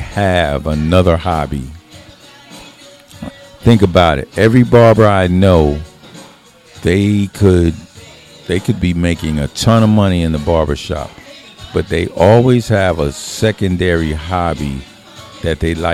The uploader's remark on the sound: Friday at the barbershop-(Dre & Craig’s VIP Cuts). Chops it up live from Dre & Craig’s VIP Cuts-McDonough, Ga.